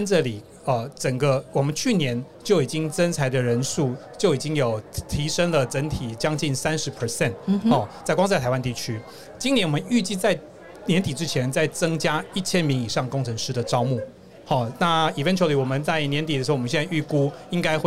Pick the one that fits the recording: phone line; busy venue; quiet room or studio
busy venue